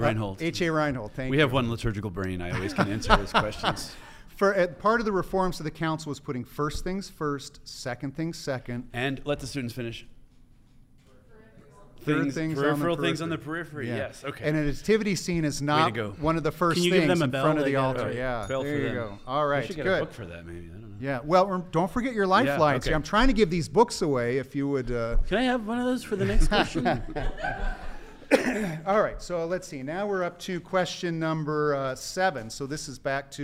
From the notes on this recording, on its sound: Today’s episode was filmed in front of a live studio audience at Benedictine College.